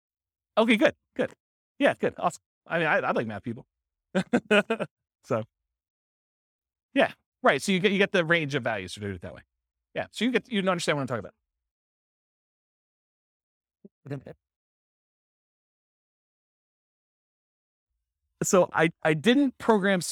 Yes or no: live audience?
yes